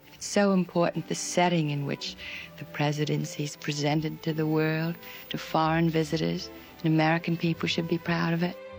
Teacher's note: The unmistakable breathy voice of Jackie Kennedy